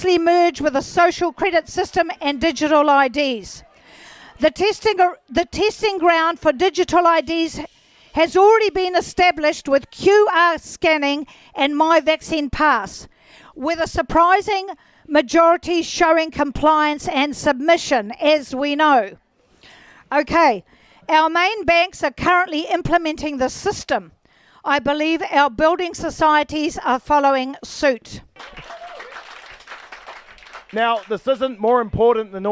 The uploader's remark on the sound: Let’s Not Forget Tour Stop 3 - Towai Tavern - Whangarei